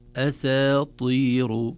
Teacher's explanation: فالبعض يقرأه أساطير أساطير، طبعا هذا السبب والله أعلم هو الطاء في الكلمة، الطاء إذا جابرت السين مثل بسطة ويبسط تحتاج إلى عناية أيضا لتخليص السين برقتها من الطاء بفخامتها